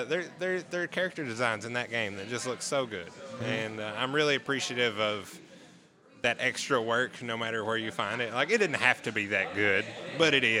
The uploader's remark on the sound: We sat down for a pint